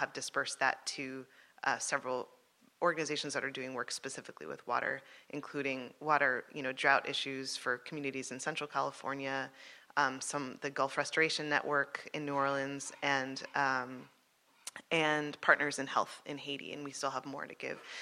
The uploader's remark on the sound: For the 15th annual Future of Music Summit, we headed to Washington DC for a special taping of The Future What.